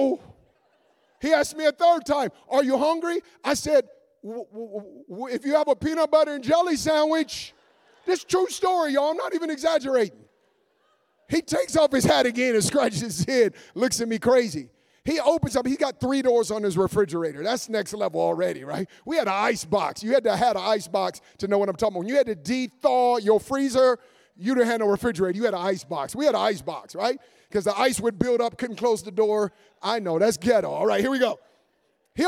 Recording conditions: live audience